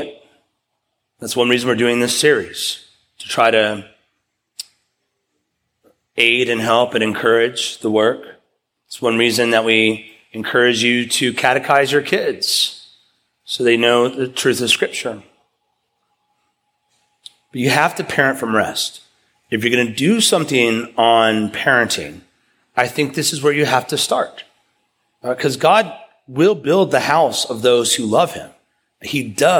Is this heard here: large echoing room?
yes